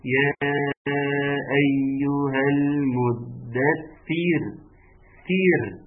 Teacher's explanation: الراء أما سكنت حصلت إيه؟ لازم تترقق. ليه تترقق؟ لأن جاء قبلها مكسور · Term: الراء المرقق